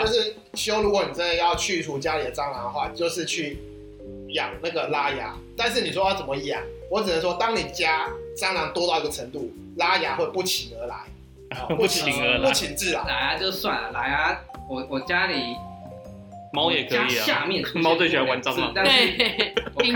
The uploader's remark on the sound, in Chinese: 最近有些上傳的驚喜更新大部分是我們早期錄製的!!所以在跟最近錄製的節目會有音質上的落差!!!不接受音質差的朋友可以選擇性跳過。